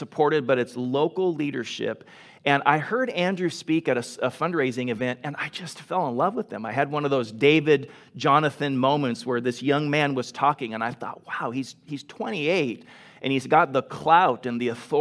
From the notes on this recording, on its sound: Delivered on 24 October 2021 at Grace Church of La Verne